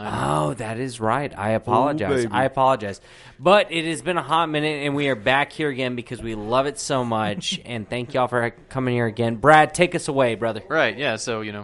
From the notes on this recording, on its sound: live from Midway Craft House in Denton TX